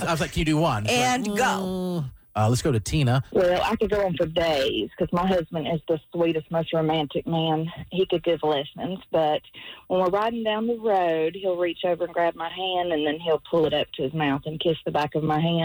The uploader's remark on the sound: Ladies called in to share the small things their men do that make them happy!